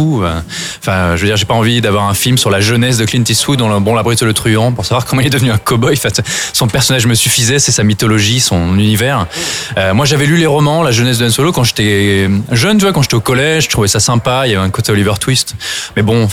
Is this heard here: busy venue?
yes